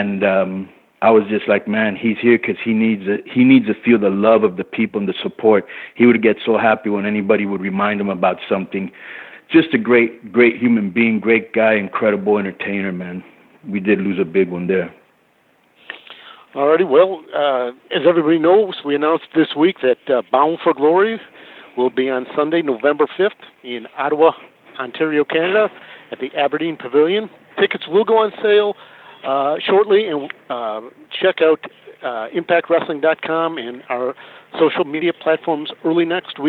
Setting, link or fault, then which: link, phone line